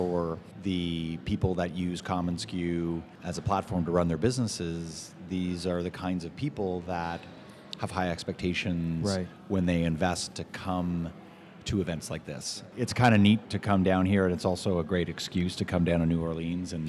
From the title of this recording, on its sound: Live from the Ace Hotel: skucamp, New Orleans!